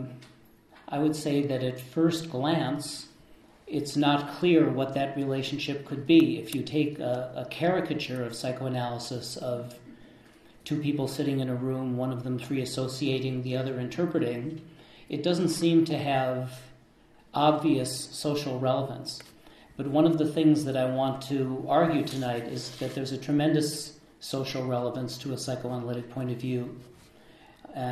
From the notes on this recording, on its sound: This lecture was an interactive dialogue